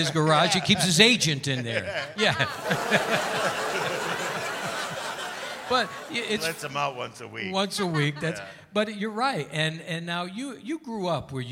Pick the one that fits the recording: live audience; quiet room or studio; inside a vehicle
live audience